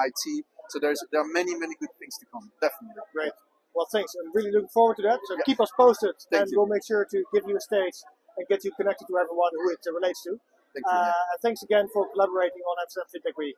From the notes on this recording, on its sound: Amsterdam Fintech Week (XFW). Step into the heart of fintech innovation with our live coverage of Amsterdam’s Fintech Week (XFW)!